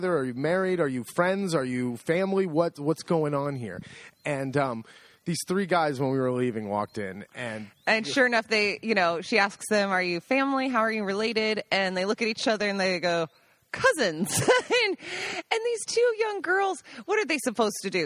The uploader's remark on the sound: This week’s podcast we sit outside, mid-day on the patio